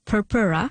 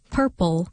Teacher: the second R sound in Latin purpura changed to an L sound in English purple due to a process called dissimilation, where nearby similar sounds differentiate over time to aid in pronunciation.